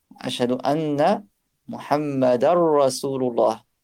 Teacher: Muhammadan Rasulullah, ça devient, on fait un idgham, on n'entend plus le an.